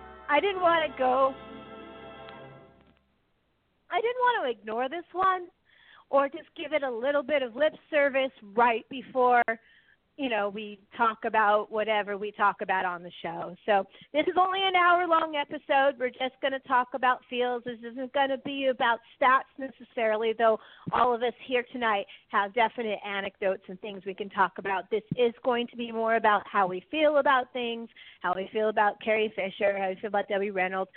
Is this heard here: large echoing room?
no